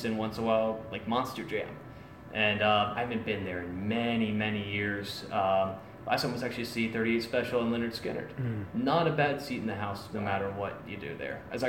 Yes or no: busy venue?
yes